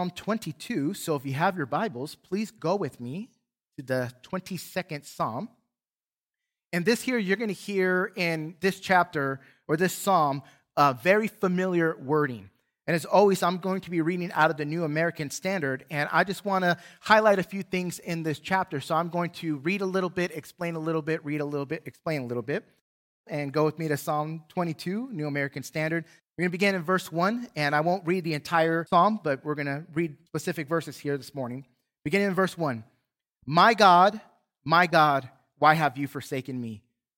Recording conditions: large echoing room